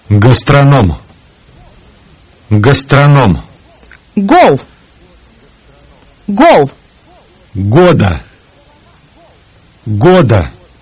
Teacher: The Russian G sound is pronounced in the same position as the K sound, with the back of the tongue raised toward the back roof of the mouth.